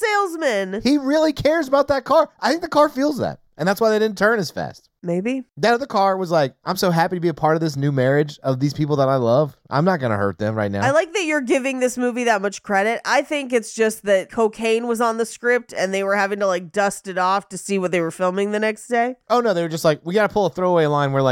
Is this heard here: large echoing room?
no